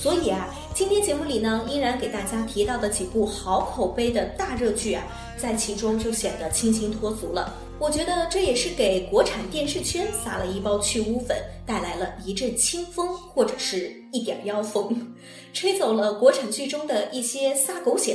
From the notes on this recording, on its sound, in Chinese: 这期节目是我忙里偷闲临时在洗手间录制的，所以听上去有可能怪怪的，也许会更有味道噢！